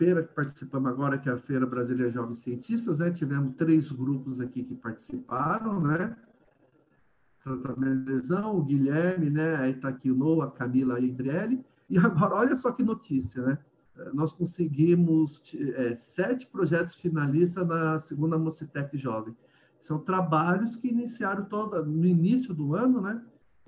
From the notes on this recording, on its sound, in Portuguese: Eles são os convidados do primeiro FEBRACE Meets. Encontro virtual realizado e gravado em 30/07/2020.